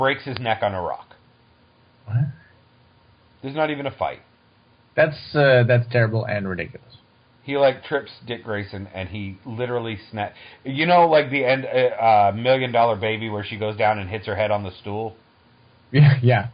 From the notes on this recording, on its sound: This was done over two phone calls.